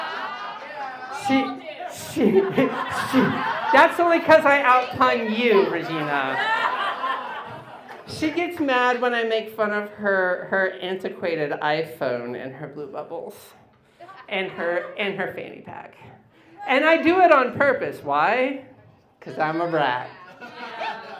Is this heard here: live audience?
yes